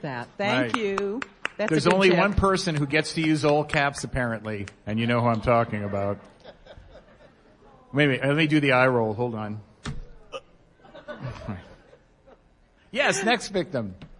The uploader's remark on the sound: Live from eBay Open 2018 at Mandalay Bay in Las Vegas, NV. Members of our live audience shared their best 1-minute selling tip.